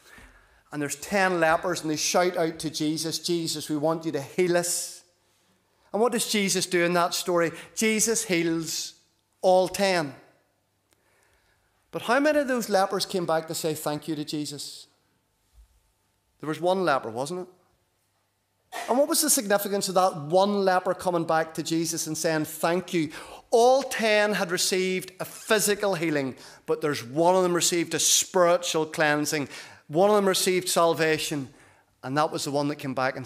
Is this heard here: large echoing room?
yes